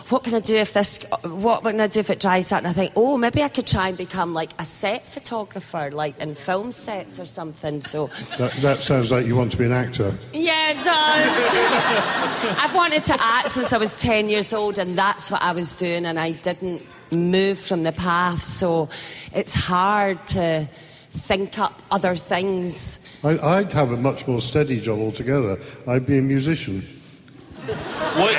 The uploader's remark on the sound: Live from Con of Thrones. Moderate the "Ghosts of Westeros" panel. Providing the audio for this panel.